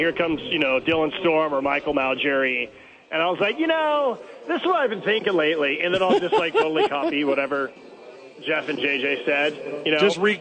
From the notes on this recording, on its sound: live from Hooters